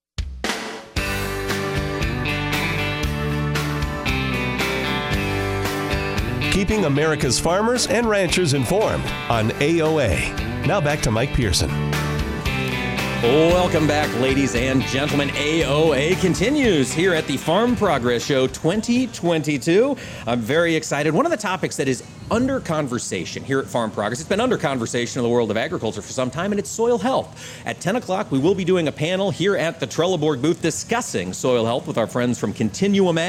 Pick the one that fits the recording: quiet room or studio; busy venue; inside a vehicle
busy venue